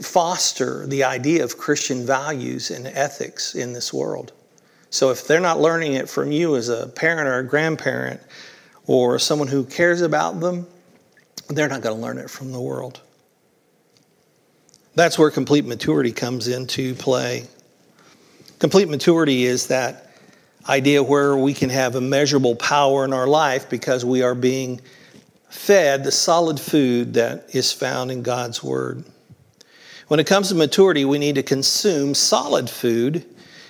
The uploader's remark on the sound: This was originally recorded at Palestine Church on May 21st, 2023.